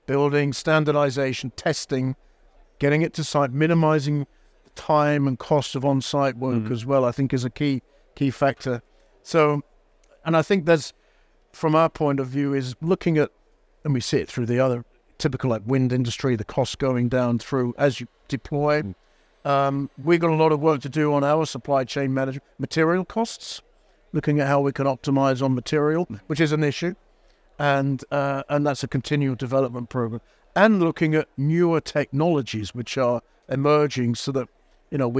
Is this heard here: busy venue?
yes